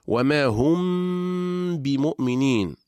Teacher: إذا أتى بعد الميم الساكنة حرف الباء نطبق الشفتين على حرف الميم ثم نفتحه على حرف الباء، كما في قول الله تعالى وما هم بمؤمنين، وقوله عز وجل: وما صاحبكم بمجنون. · Term: الإخفاء